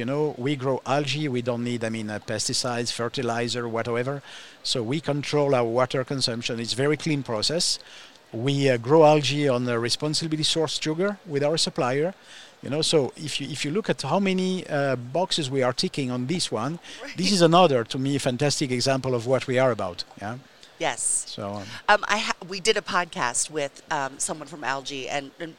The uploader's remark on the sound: live from IBIE.